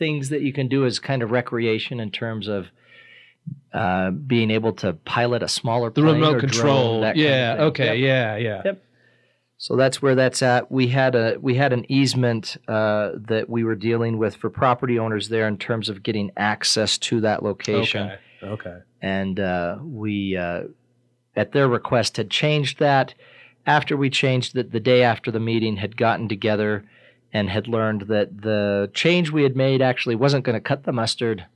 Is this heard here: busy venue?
no